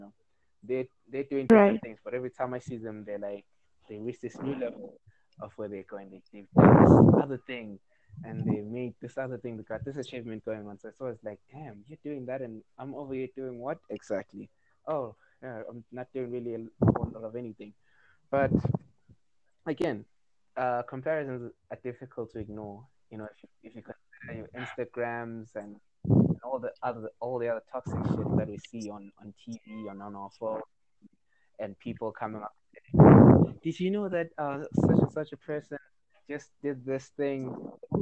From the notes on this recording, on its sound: We had bad bad bad audio issues this week and connection issues too but we made it work as best as we could.